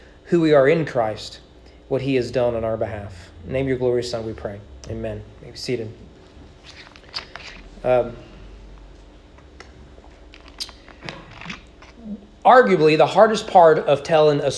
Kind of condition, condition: setting, large echoing room